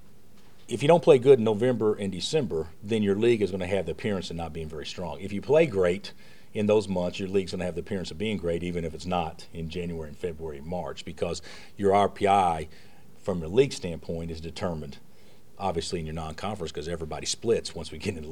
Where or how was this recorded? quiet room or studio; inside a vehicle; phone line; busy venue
busy venue